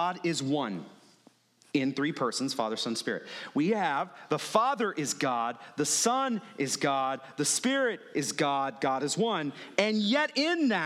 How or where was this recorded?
large echoing room